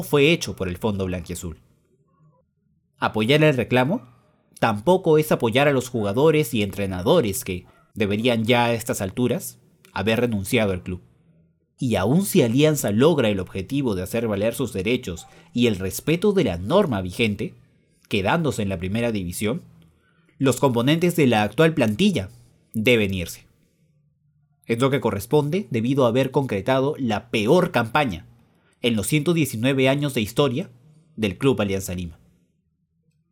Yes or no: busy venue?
no